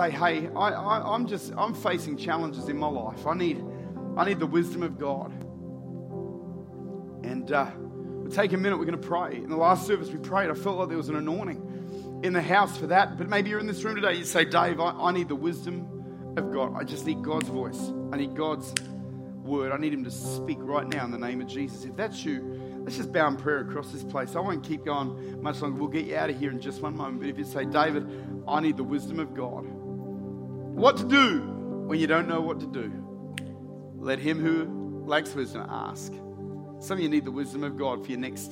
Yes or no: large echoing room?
yes